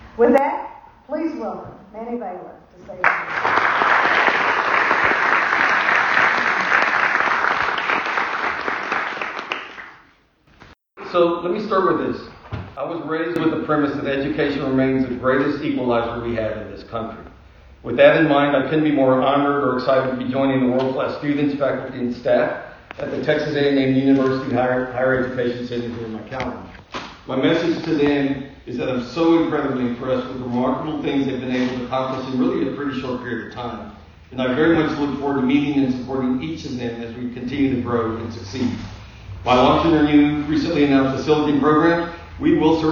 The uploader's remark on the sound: Highlights from the Texas A&M news conference in McAllen. The address of the Texas A&M University Higher Education Center at McAllen is 6200 Tres Lagos Blvd., McAllen. Here is an audio highlights package from the news conference.